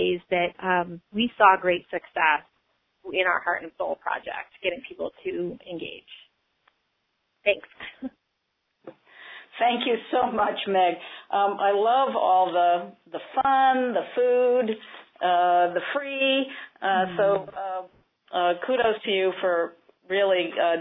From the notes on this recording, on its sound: This call aired live on 8-13-15.